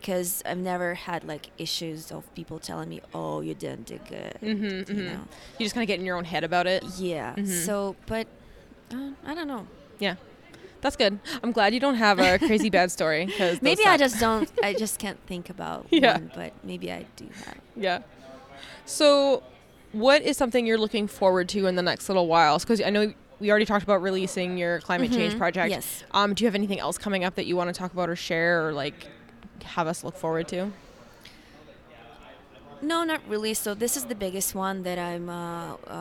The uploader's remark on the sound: live from the basement of the Mandalay Bay during WPPI